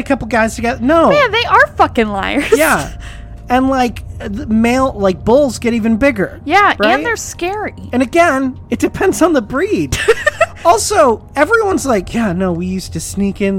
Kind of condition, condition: setting, inside a vehicle